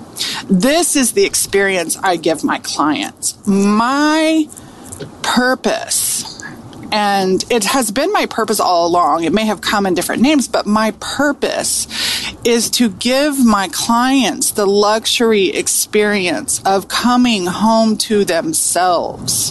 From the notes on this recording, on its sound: riding in the car